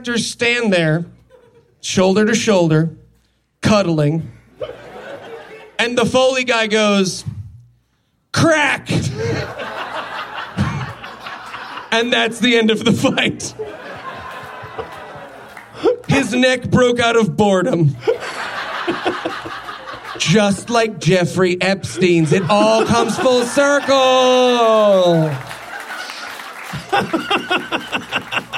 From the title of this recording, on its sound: LIVE from Los Angeles